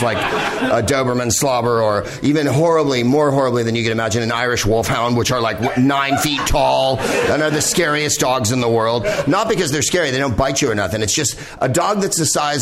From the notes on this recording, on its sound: Live from the NerdMelt Showroom in LA